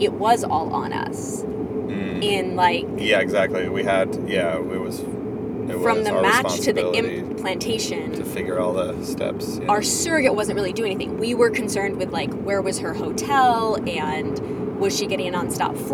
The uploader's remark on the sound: Roadtrip chat. We get lost, have to change audio sources halfway through.